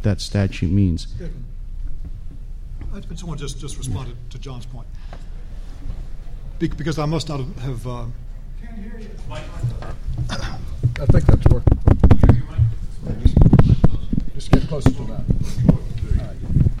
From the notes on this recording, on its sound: The Federalist Society's International & National Security Law Practice Group presented this panel discussion at the 2006 Annual National Lawyers Convention.